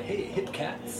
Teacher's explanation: you add a little bit of a vocal fry to your radio voice